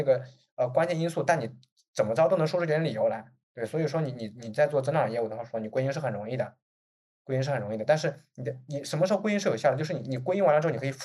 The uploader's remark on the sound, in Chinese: 开展了一场线上圆桌交流。我们截取了其中部分讨论制作了本期节目。